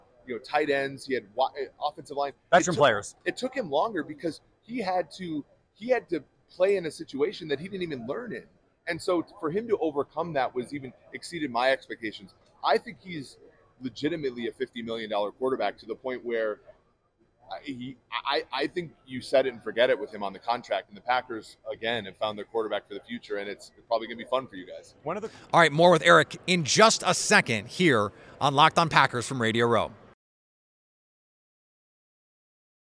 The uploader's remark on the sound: all live from Radio Row in Las Vegas for the Super Bowl.